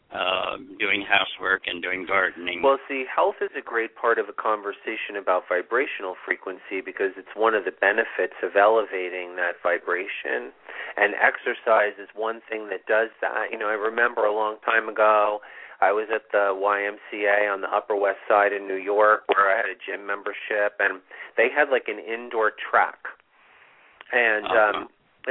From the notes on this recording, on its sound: It's a call in show!